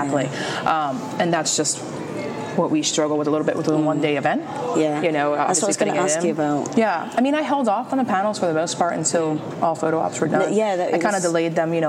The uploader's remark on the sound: LIVE from WentworthCon 2019. Live from Wentworth Con in NJ.